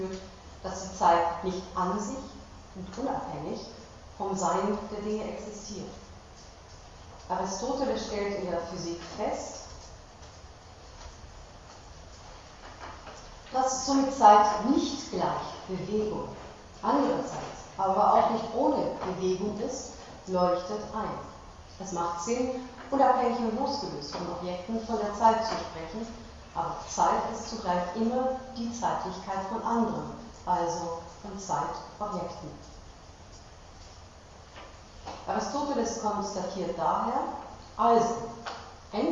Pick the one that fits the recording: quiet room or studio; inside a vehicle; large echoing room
large echoing room